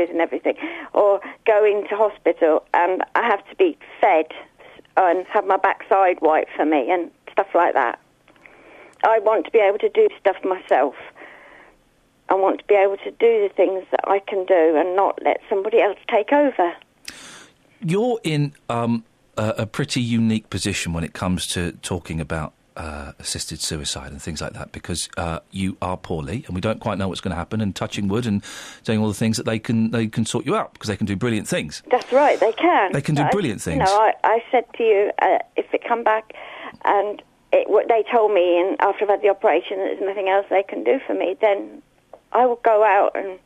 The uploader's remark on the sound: we receive a very sad phone call from long time listener